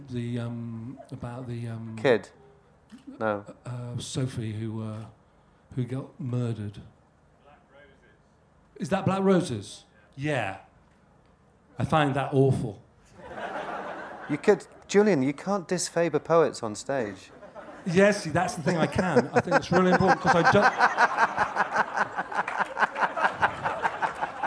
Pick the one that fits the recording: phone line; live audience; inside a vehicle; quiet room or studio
live audience